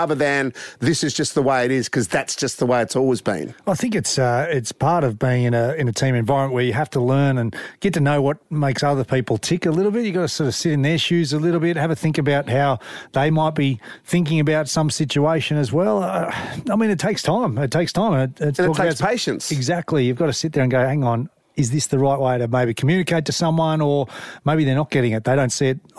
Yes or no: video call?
no